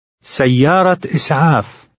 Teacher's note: the ya with the shadda results in a double y